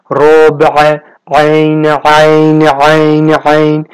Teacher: ربع رو یک کمی مشدد ادا میکنیم به حالت عربی، با مخرج غلیظ عربی